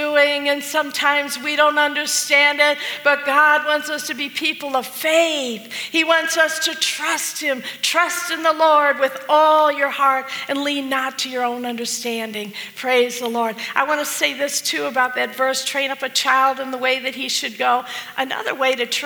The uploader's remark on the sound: This message was preached at the Fredericksburg Full Gospel Fellowship